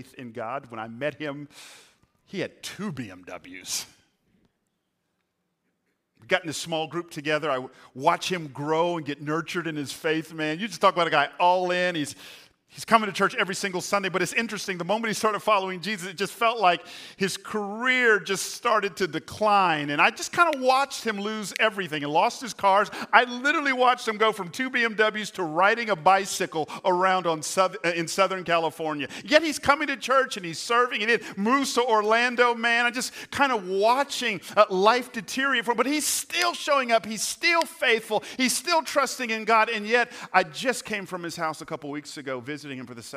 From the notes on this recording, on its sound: Recorded on 4/2/23 at Hope Church in Las Vegas.